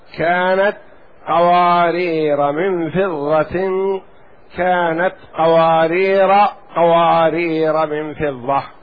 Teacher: وقرأ حمزة أحد القراء بعدم التنوين فيهما وعدم الوقف بالألف